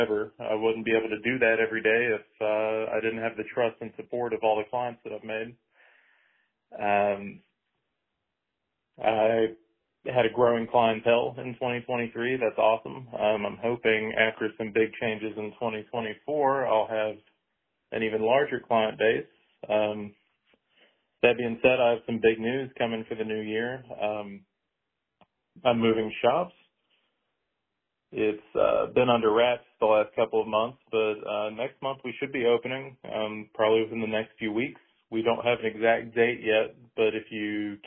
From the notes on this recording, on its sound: takes phone calls from previous guests